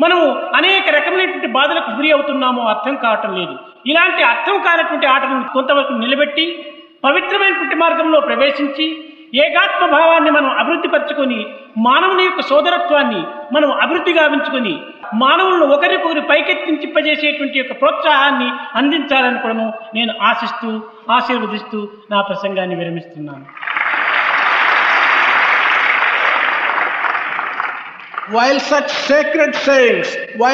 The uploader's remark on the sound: during the 2nd World Conference of Sri Sathya Sai Organisations